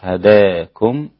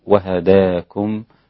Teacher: أمالها الإمام حمزة والكسائي وخلف وقللها ورش هداكم وهداكم هكذا بالفتح للباقين.